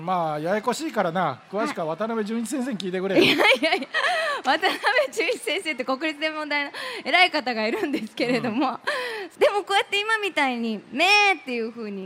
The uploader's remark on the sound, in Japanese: 8月14日に行われた「丸の内キッズジャンボリー」での公開録音